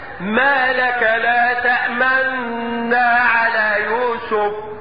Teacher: الوجه الاول الاشماغ وهو ما يجي يقطع النون المشددة يضم الشفتين اشارة الى حركة النون الاولى